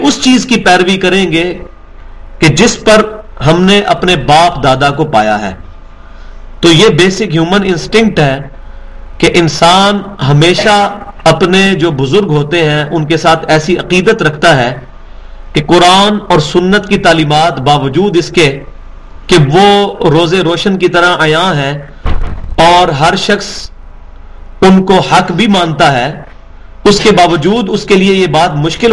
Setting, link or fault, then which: setting, large echoing room